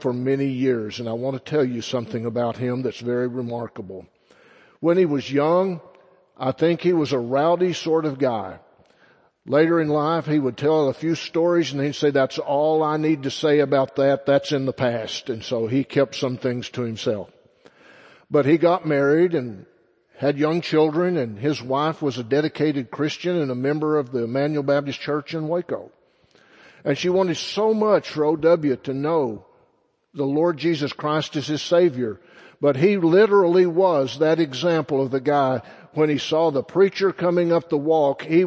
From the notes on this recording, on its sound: Sunday Morning Sermon First Baptist Church Belton Texas